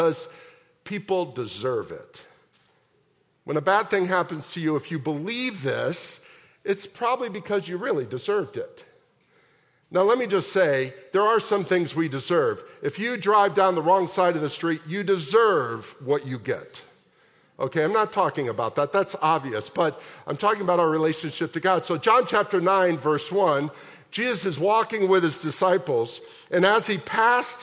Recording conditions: large echoing room